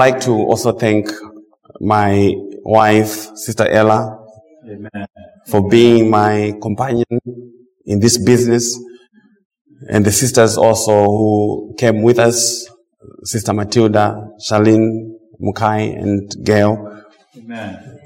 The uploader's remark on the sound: Preached at Mt Zion Missionary Baptist church, TN